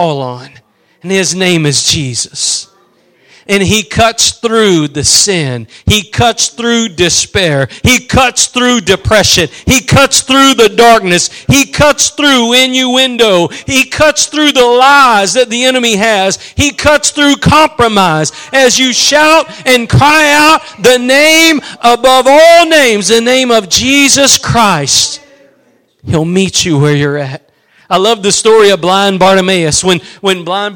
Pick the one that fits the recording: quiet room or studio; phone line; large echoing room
large echoing room